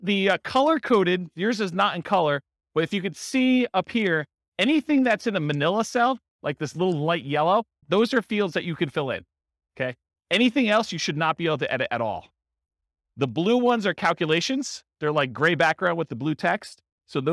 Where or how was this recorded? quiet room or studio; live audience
live audience